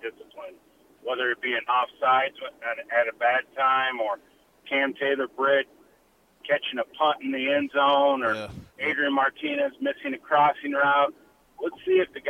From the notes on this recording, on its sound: Live from Big Ten Media Day in Indianapolis. 93.7 The Ticket's coverage of 2022 B1G Media Days at Lucas Oil Stadium in Indianapolis.